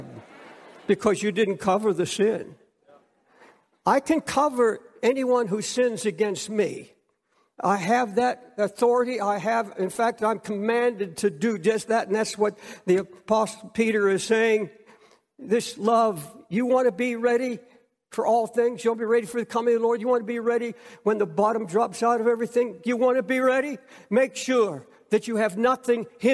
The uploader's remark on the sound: preached from Time Square Church